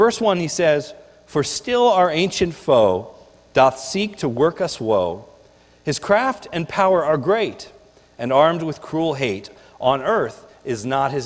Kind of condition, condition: setting, large echoing room